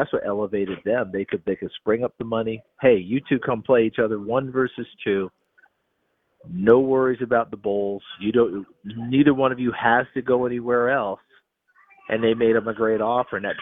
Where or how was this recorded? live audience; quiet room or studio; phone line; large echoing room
phone line